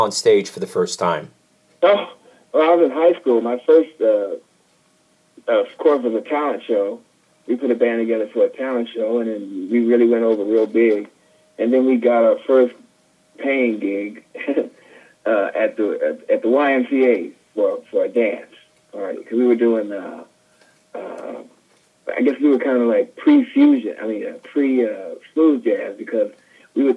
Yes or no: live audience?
no